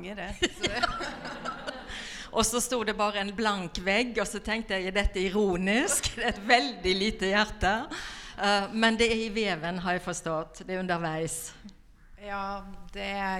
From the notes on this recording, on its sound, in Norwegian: Denne podcasten er et live-klipp av kunstnersamtalen. Den gir innblikk i utstillingen "Søvn er livets Sum" i Kristiansand Kunsthall.